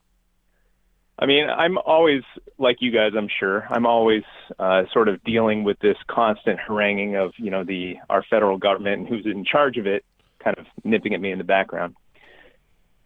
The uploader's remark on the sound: Call-in Episode. Take calls from listeners on Independence Day.